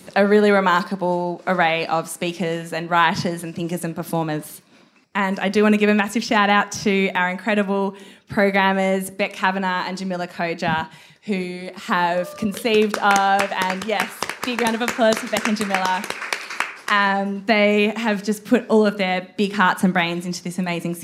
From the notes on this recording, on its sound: This event was recorded on Friday, 3 March 2023 at the Wheeler Centre. As part of M/OTHER: a weekend of fearless conversation.